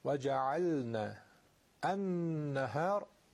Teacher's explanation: نون مشدده، دو حرکت کشش داره، غنش رو دو حرکت میکشیم